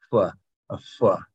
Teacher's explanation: in Southeastern it's not so much an F sound; it's more of like a puff of air.